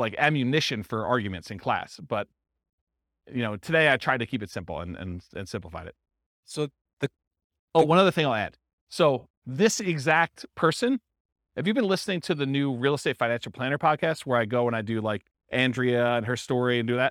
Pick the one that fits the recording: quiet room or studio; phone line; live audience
live audience